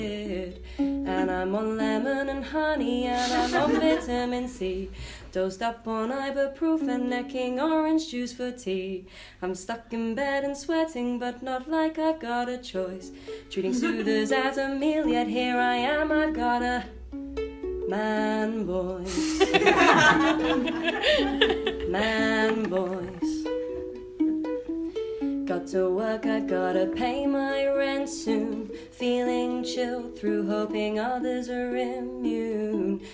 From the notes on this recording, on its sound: In our first Cast Iron Theatre LIVE, recorded in front of a live audience at Sweet Dukebox, Brighton.